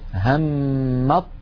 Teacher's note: لاحظوا لا أنطق التاء أبدا